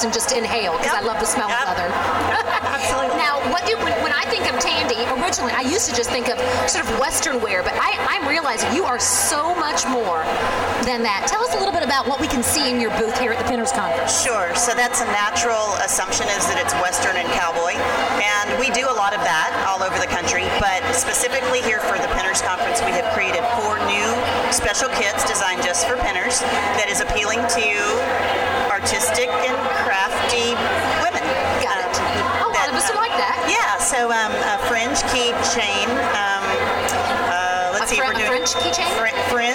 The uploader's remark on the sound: LIVE! from The Pinners Conference in Atlanta!